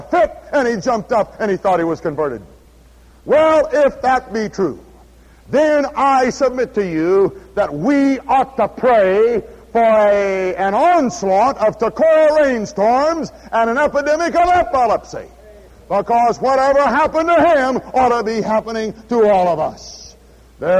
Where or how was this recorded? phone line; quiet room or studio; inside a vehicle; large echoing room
large echoing room